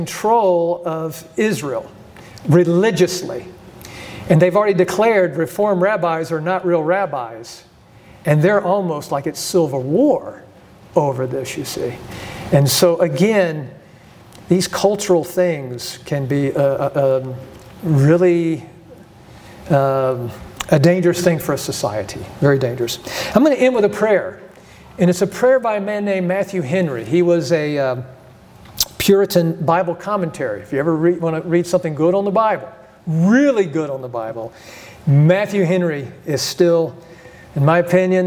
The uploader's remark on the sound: presents for the third session at the Be Not Conformed Conference in June of 2023